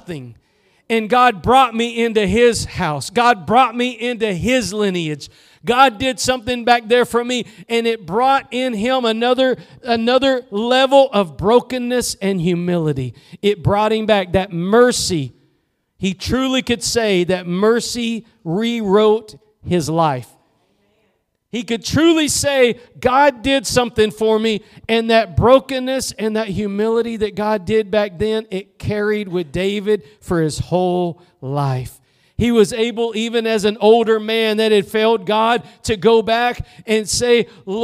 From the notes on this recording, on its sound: Preached at Gospel Lighthouse in Bossier City, La.